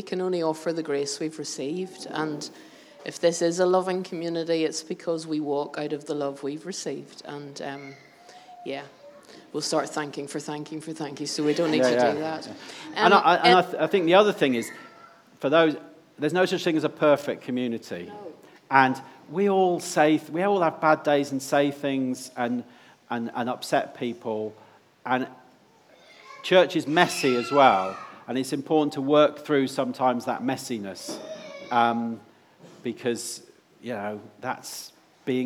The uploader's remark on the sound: Before a time of Q&A with questions from those in attendance.